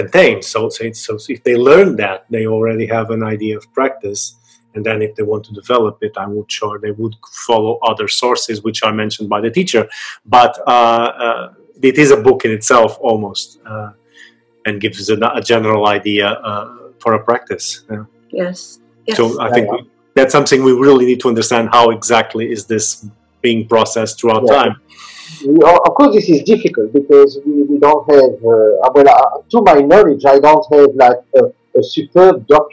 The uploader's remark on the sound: This episode was meant to be part of the launch of the podcast, but it had some sound problems. However, because we did not want to lose such an interesting conversation we decided to enhance the sound and subtitles as much as possible and share it.